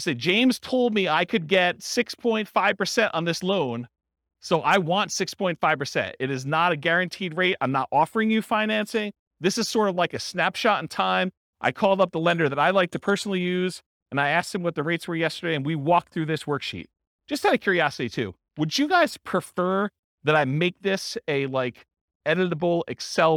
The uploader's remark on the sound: This was a live class recorded